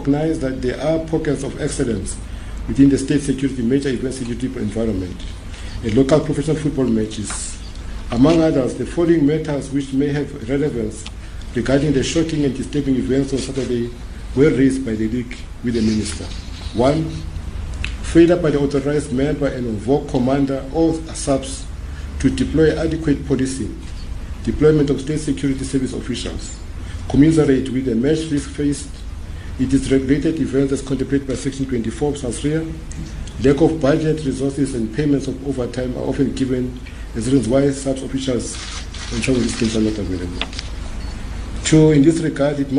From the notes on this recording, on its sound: addressing a media conference